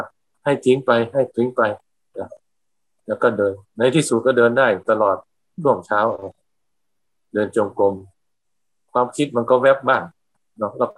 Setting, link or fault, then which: link, video call